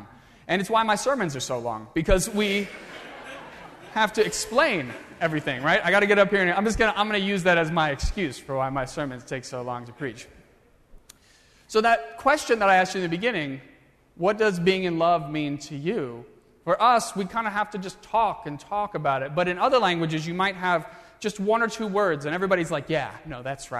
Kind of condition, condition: setting, large echoing room